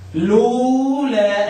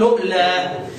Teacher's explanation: قالون قرأ بهمز الواو حال النقل · Shown in: second take